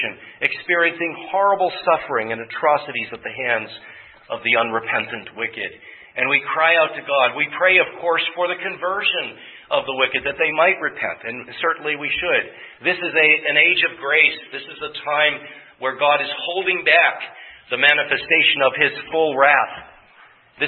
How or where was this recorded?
large echoing room